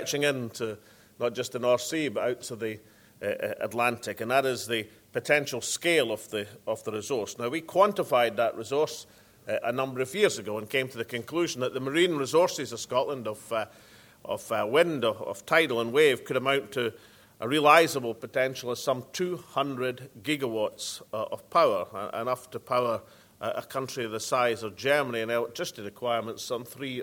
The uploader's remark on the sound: First Minister keynote speech - Scottish Offshore Wind and Supply Chain Conference in Aberdeen